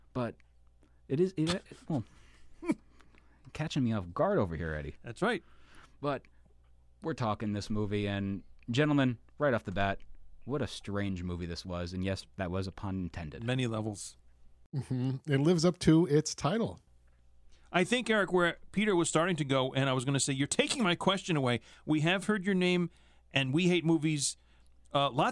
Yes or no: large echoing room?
no